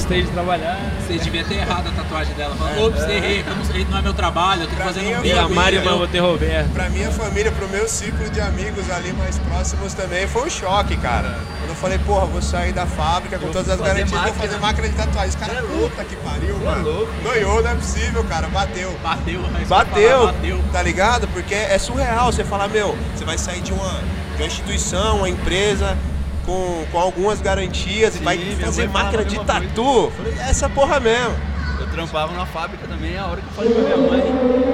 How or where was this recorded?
busy venue